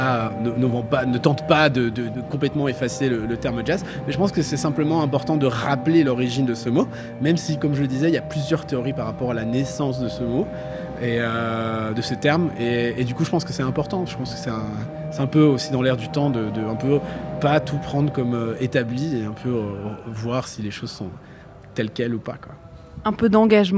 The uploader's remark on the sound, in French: Elle est en direct de la place Flagey pour faire vivre les coulisses du festival Djangofolllies.